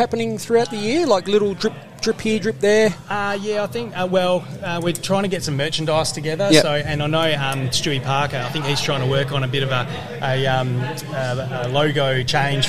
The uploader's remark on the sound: Live from Mandurah CC. Recorded LIVE (listen for the typical vibe from cricket clubs across the land on a Thursday selection night), we venture to downtown Mandurah.